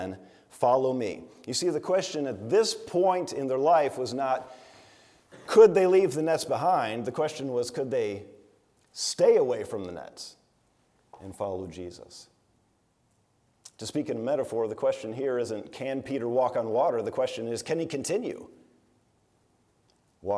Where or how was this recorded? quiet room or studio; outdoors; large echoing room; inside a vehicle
large echoing room